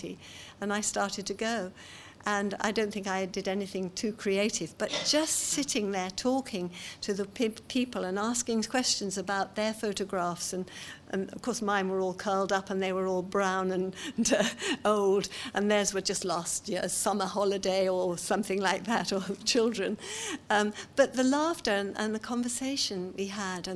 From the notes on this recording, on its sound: seminar from the 2018 Authentic conference